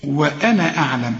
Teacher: كل أنا في القرآن عند الوصل إلغي الألف بتاعت وأنا، تقول وأنا أعلم كل أنا في القرآن كأنها نون فقط